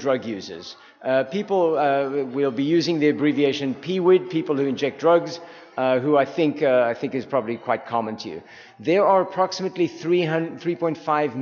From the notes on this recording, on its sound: Doing RC2C from San Antonio at the 42nd annual TAAP Conference in San Antonio, TX. Here is the luncheon presentation from Day One.